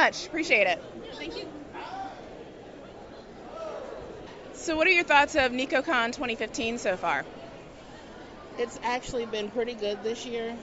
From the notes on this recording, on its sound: We visit NekoCon 2015 and chat with anime cosplayers about the largest anime con in Hampton Roads, VA.